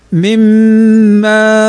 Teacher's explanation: نون ساكنة بعدها الميم والميم من حروف الإدغام بغنة فتنطق هكذا مما ما إن دافق تنوين بعده الدال والدال من